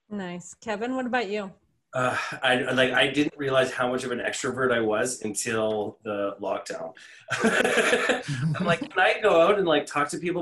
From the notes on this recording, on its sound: This episode was originally recorded as a webinar